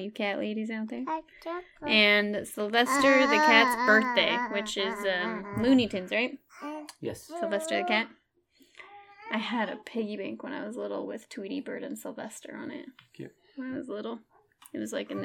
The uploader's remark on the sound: My family joins me for this recording, and it gets a little chaotic.